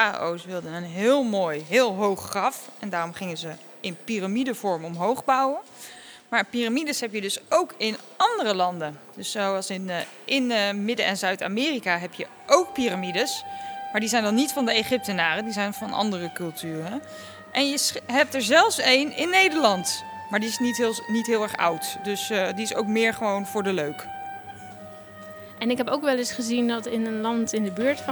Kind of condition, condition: setting, busy venue